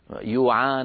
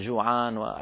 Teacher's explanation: قلب الجيم ياء كما في شرق الجزيرة العربية لما يقلبون الجيم ياء في الكلام · Shown in: first take